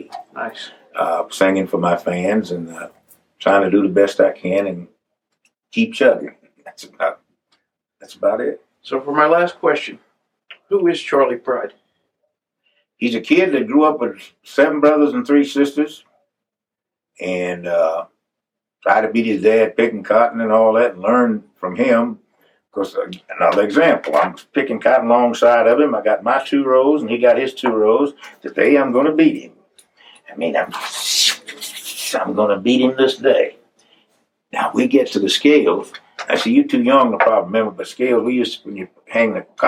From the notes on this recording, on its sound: This interview was recorded just minutes before he would take the stage at Anderson Music Hall in Hiawassee, Georgia. You can hear a nearby bluegrass band rehearsing. Efforts to improve the sound quality were made.